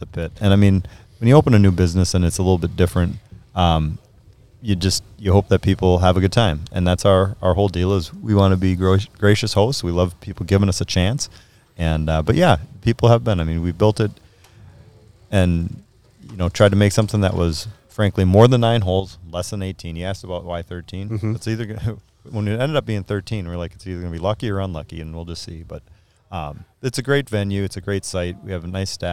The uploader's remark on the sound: Back to back weeks recording at a golf course. Out at the Gravel Pit Golf and Event Center.